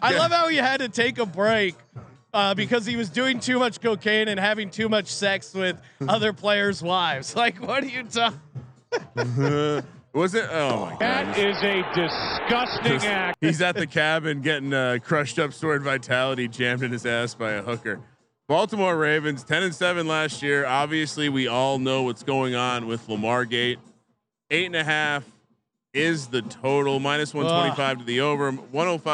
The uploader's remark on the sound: live from Circa Stadium Swim